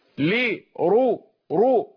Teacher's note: لرقيك في قولهم ولن نؤمن لرقيك، هكذا يفخم ورش · Term: تفخيم